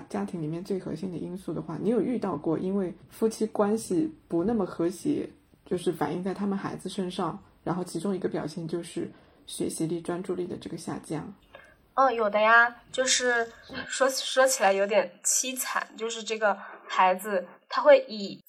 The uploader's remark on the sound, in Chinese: 本期为远程录制，音质没那么好且有少许环境音